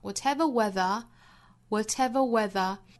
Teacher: what 和 ever 我们要连在一起发，这个词是 whatever， whatever 在单词内部连读上了